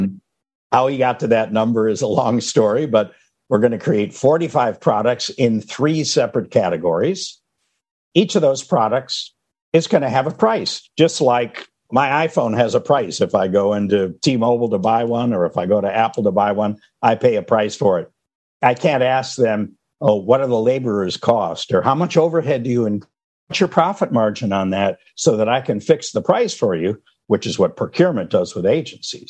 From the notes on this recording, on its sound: a special recording from a recent webinar